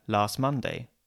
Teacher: Say them together, and we usually get last Monday, and we drop the T from last. It takes more effort to say last Monday than last Monday, and that's effort we usually don't make when we're speaking without really thinking.